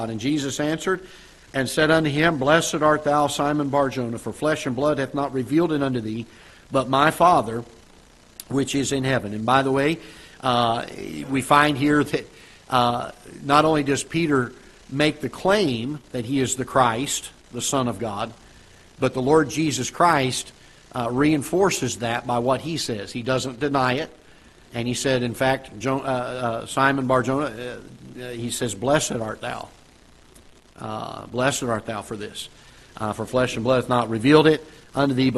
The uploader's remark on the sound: Ketha Heights Baptist Church ~ Live Broadcast.